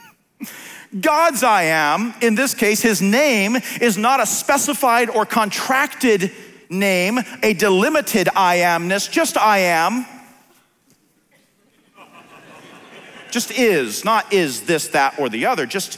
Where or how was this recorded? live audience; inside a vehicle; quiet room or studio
live audience